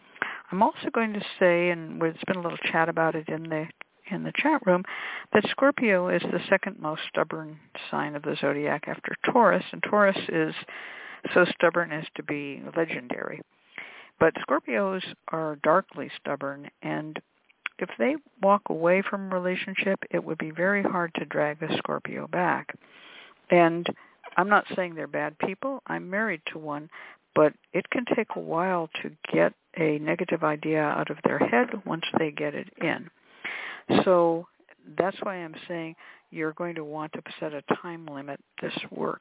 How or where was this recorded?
phone line